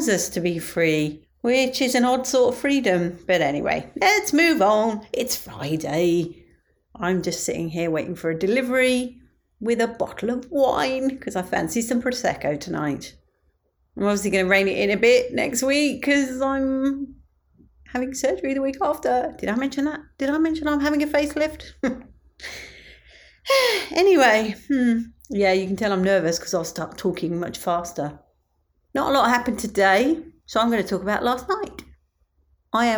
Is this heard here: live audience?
no